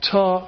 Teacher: explosion at the alveolar ridge